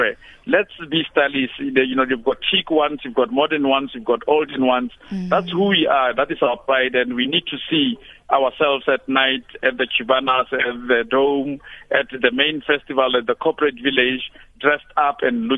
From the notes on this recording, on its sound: Guest (phone)